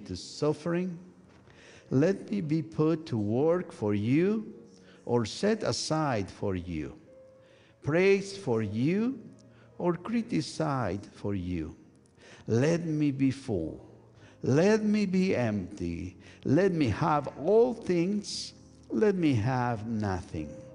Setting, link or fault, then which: setting, large echoing room